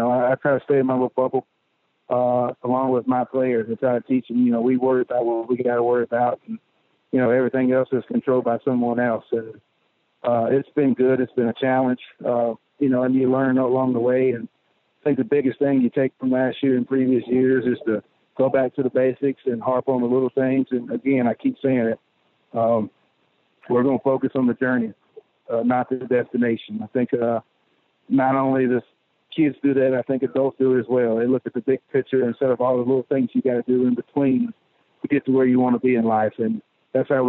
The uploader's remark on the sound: Call in from fall camp. On the Modern Woodmen phone line.